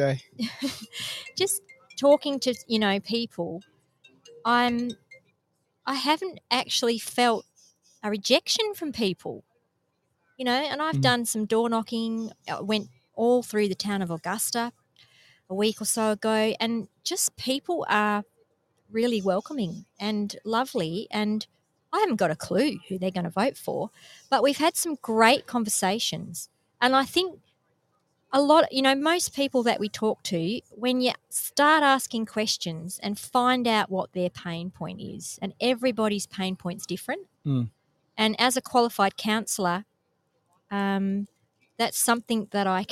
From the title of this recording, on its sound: Live from Railway Memorial Park Bunbury